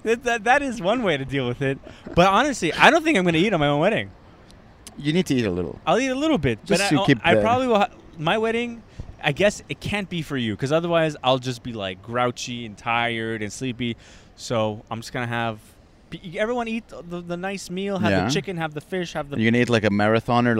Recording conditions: outdoors